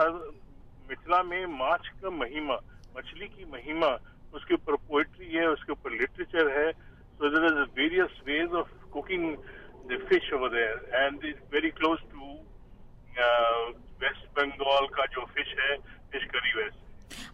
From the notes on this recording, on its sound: over the phone!